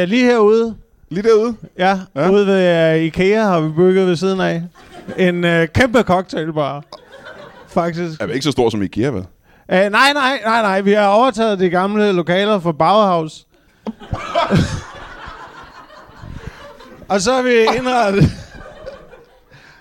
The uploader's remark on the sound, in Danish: LIVE fra Odense